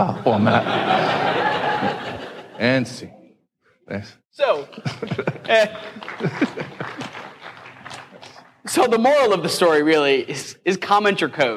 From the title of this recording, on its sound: Live at SXSW